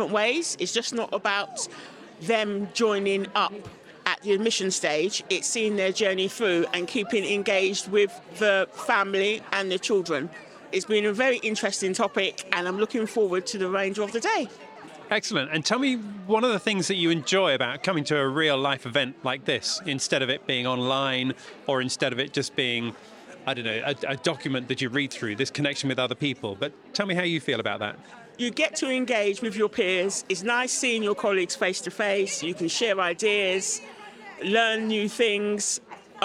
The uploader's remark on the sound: With the first half having been recorded at the AMCIS Admissions Conference in London, then in the second half we jump across into a private conversation.